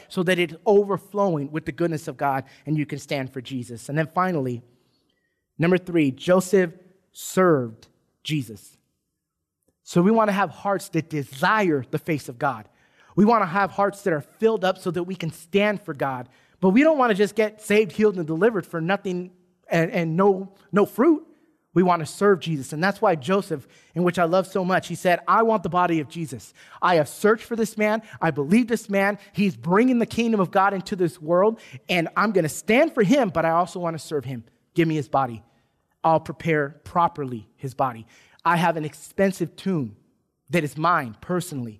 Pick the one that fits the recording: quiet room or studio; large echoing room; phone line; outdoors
large echoing room